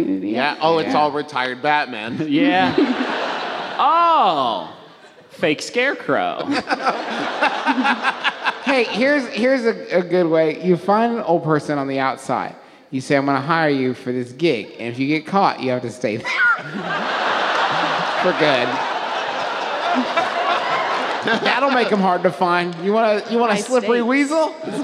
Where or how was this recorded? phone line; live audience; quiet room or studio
live audience